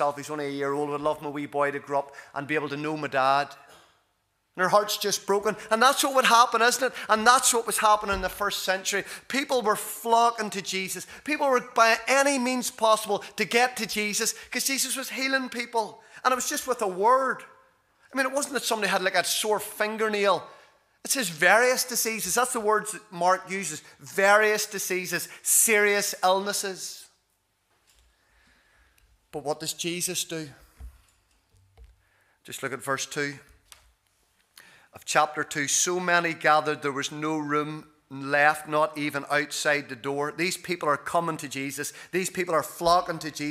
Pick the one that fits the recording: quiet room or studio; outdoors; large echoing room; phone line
large echoing room